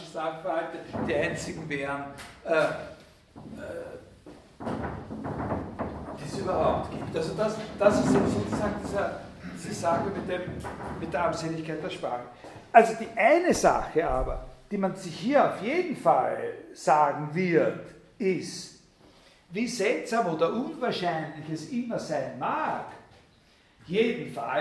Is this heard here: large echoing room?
yes